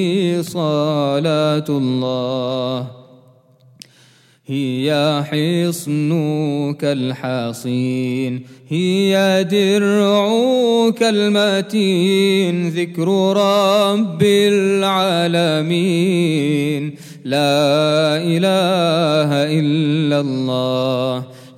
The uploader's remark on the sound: at the Houghton Masjid (West Street)